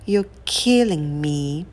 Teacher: В первом слове у нас краткий и и killing и носовой н. Во втором слове у нас долгий и me. И важно вот придать эту разницу, этот контраст.